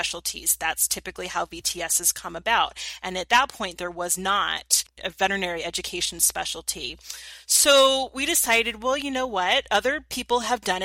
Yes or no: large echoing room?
no